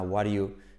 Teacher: What are you, se comen el verbo to be, tanto enseñado, al final lo omiten. El what, la T como resuave, omiten el verbo